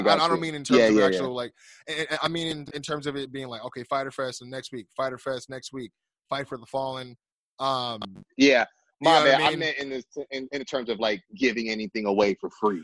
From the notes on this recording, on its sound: via Zoom